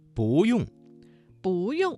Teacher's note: 这个词当中的不字在四声之前变成了二声